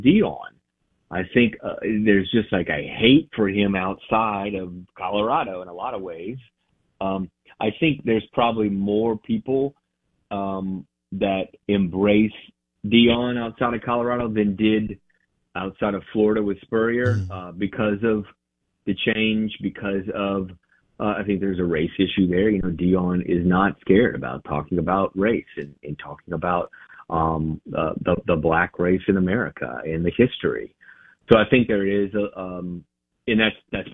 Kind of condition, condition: link, phone line